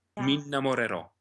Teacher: You can enjoy that N. And then you can rush through the rest a little to get to the accent on the O · an N is a voiced consonant, so we can really sing into it. So we have a little fermata on the N, a little interruption. · Term: double consonant